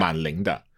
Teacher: when you use it with ling, yeah, then man becomes a third tone